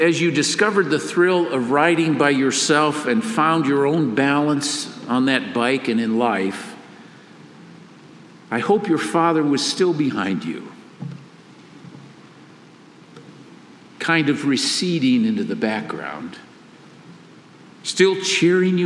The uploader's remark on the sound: Father's Day message delivered during the Traditional Worship service.